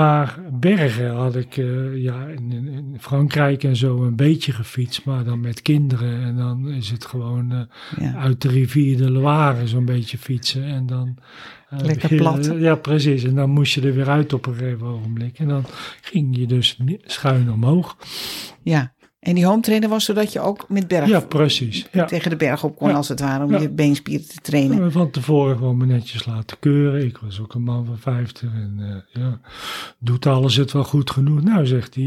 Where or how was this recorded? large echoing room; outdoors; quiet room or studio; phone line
quiet room or studio